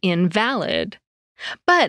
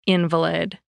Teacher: According to Merriam-Webster, the word means being without foundation in fact or truth, when you stress the second syllable, as in invalid. But it means one that's sickly or disabled when you stress the first syllable, as in invalid.